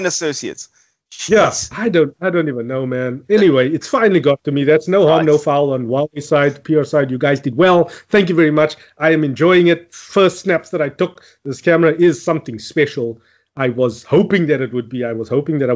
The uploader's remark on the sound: Recorded via Skype